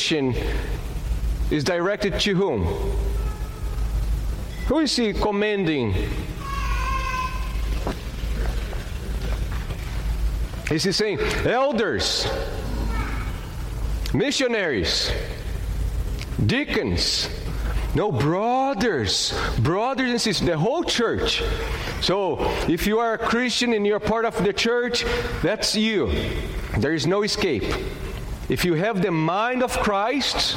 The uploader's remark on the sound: at Gracious Cross Reformed Church Salem, June 20th 2021.